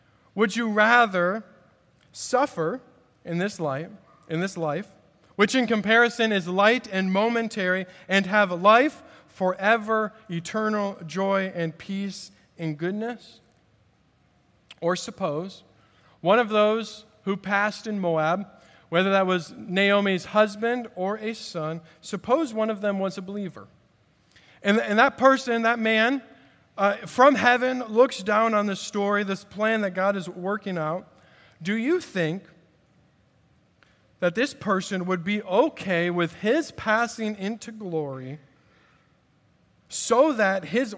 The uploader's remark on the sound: At Redeemer Presbyterian Church in Charleston, SC.